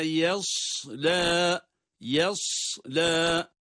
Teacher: Sübura ve yasla, yasla, ya ince, sad kalın.